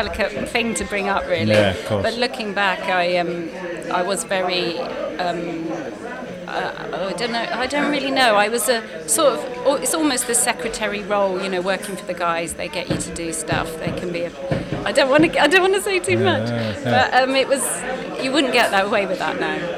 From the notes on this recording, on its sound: Thank you Daily Brews for letting us use your perfect coffee shop to record in. We will mic you up next time.